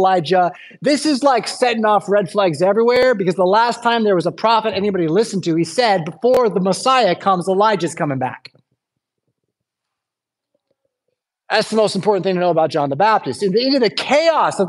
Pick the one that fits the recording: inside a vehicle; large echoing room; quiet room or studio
large echoing room